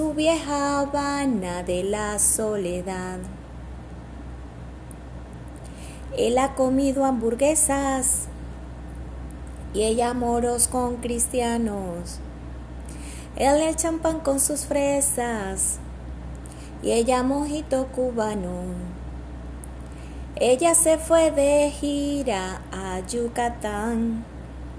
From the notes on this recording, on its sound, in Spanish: La grabación fue realizada desde el teléfono ZTE Blade5 2020.